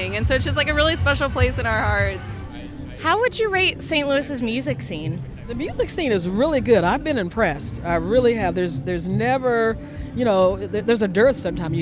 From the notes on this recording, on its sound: 2023 Music at the Intersection festival brings the sounds of soul to St. Louis. Spoke with festival-goers about why they came out.